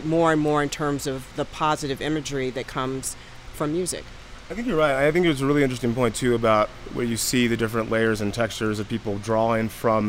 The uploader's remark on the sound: TAKEOVER is a special series of episodes that puts you on the ground during the Aspen Ideas Festival in Aspen, Colorado.